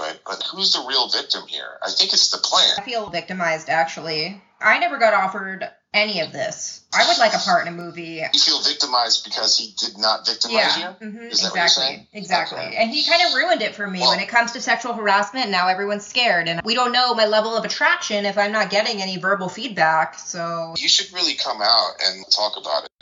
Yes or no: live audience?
no